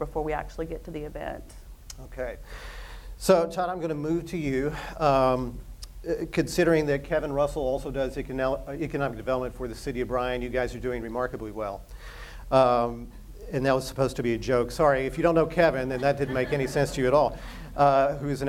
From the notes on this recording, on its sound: Live from The Stella Hotel. This episode was taped in front of a live audience.